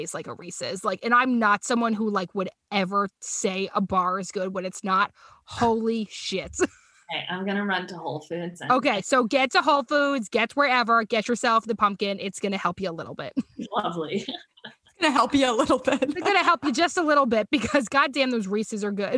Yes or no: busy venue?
no